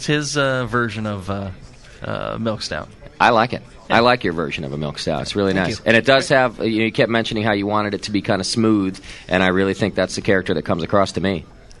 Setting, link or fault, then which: setting, busy venue